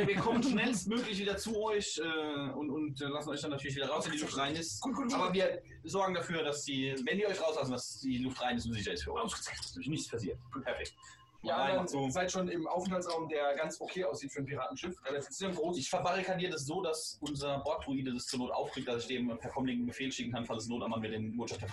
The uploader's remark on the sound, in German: Leider ist dies noch eine Aufnahme, in der unser Interface den Geist aufgegeben hatte, deshalb leidet die Audioqualität etwas.